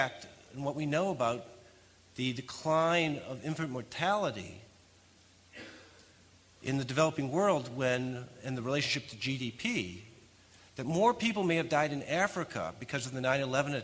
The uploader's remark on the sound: Freeman Spogli Institute's 2006 International Conference first plenary panel